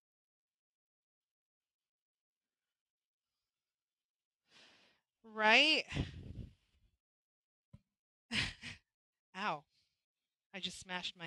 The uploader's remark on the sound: Our Internet was a little choppy for this live.